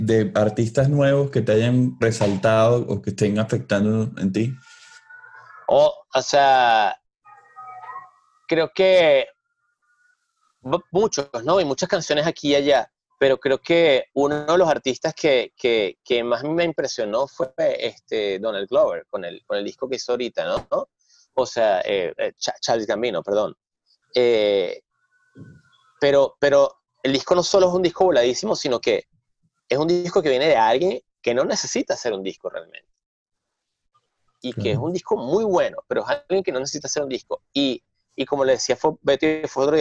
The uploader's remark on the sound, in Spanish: Se conectan via Zoom un domingo por la mañana.